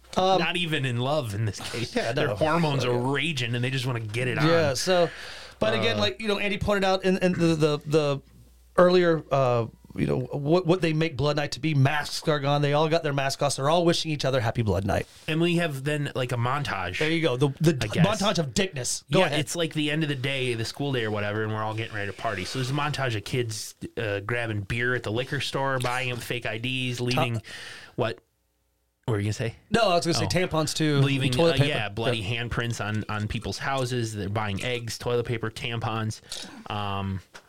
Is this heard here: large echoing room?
no